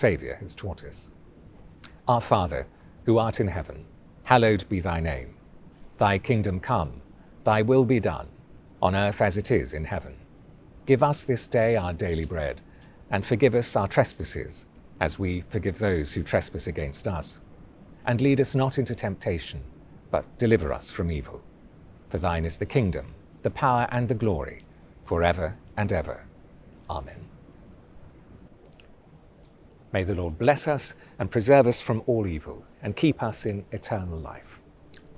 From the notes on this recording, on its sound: Recorded outdoors from a churchyard in the City of London.